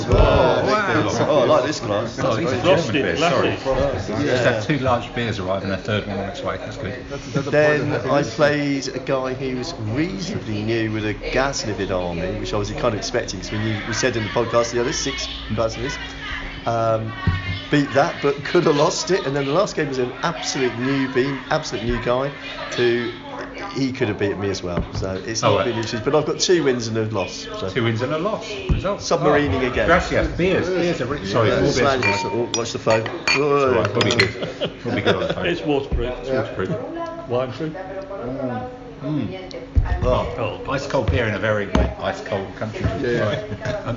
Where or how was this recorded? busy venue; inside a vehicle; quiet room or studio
busy venue